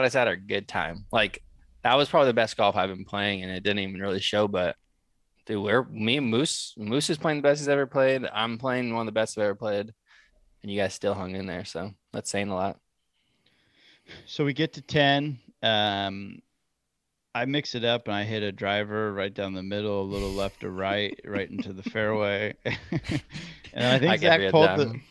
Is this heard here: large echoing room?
no